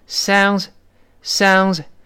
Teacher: 但 D S 在一块儿呢，理论上来说发的是子，子就有点那姿容秀丽那个姿，sounds 是这么